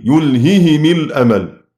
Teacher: وروح يقرأ بالكسر فيكسر معها الميم · Term: بالكسر لروح